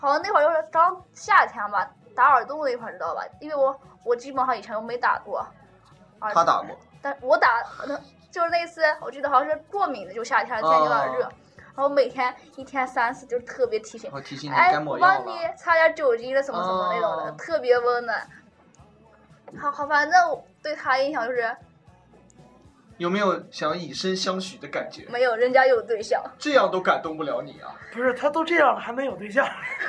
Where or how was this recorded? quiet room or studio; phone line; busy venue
busy venue